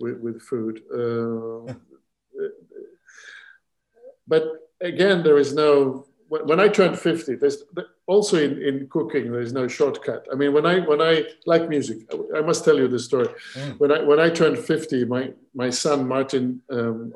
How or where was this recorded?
video call